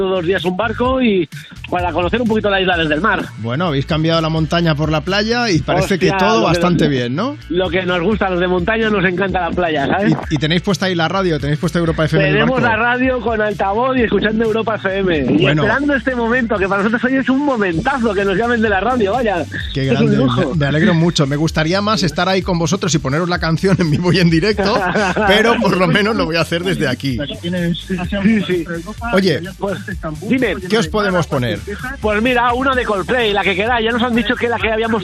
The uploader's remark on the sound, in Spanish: Una llamada desde un barco en Menorca.